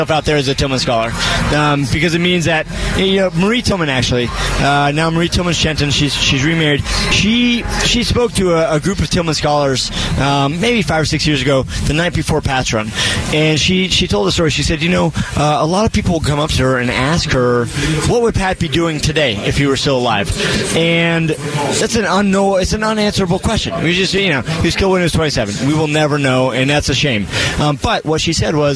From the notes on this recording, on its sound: live from Sun Devil Stadium for ASU's annual spring game